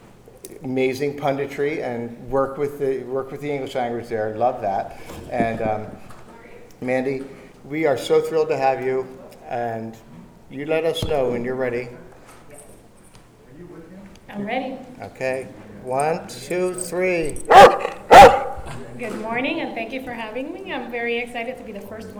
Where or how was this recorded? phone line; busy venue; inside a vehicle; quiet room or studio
busy venue